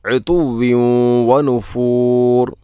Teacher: തൻവീനു ശേഷം വ എന്ന അക്ഷരം വന്നാൽ ഇദ്ഗാം നാഖിസാണ്